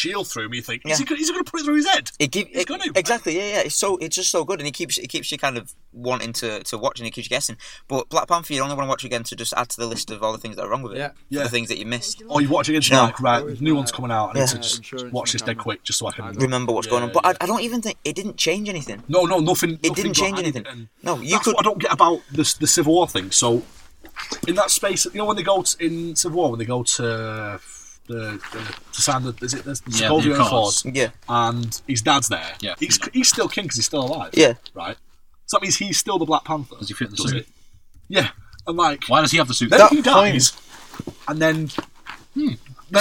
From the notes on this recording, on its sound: Get together in the car.